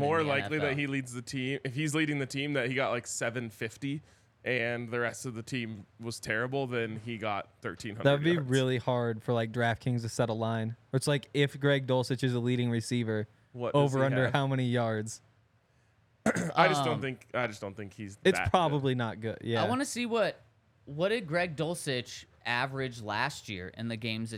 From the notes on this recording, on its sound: coming to you LIVE from the DNVR Bar